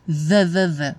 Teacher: parece um V, só que ele é produzido com a língua na ponta dos dentes superiores